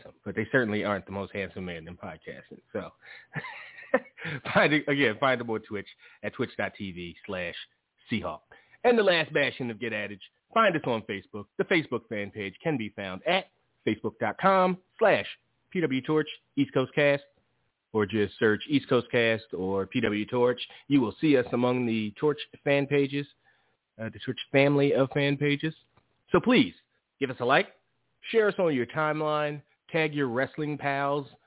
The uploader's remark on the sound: Live calls and more. Weekly caller, email and tweet driven show.